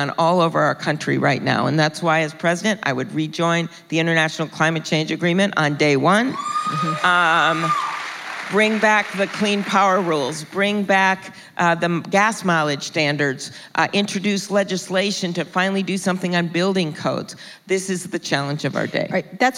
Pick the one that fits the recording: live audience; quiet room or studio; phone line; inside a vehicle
live audience